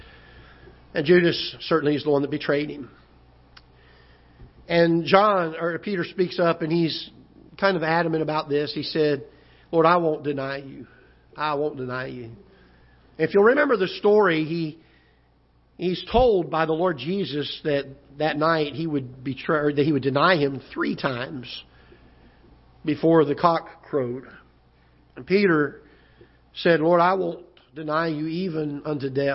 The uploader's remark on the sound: Ketha Heights Baptist Church ~ Live Broadcast